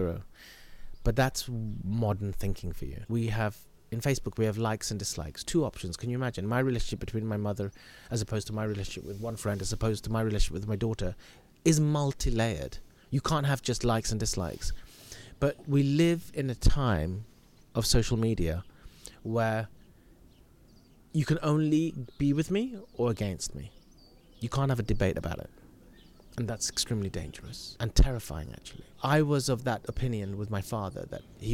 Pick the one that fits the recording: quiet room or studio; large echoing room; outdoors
outdoors